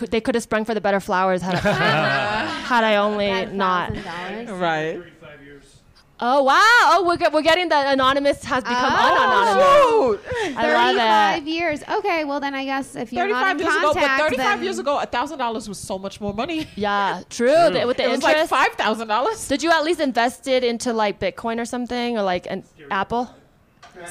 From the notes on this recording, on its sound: The season 5 finale is live from Vail, CO, at Vail Comedy Festival. In this live pod recording in front of a real audience.